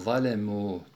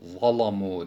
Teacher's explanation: bizim zalemu diye okuduğumuz yeri nafiin ravisi verş zalamu diye okuyor · Term: lamı mugallaza